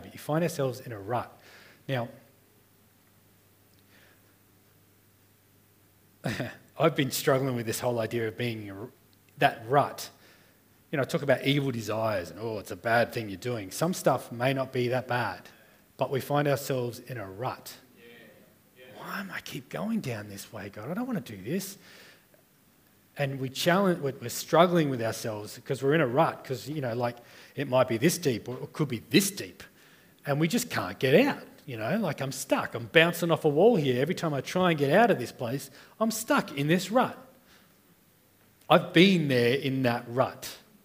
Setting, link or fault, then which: setting, live audience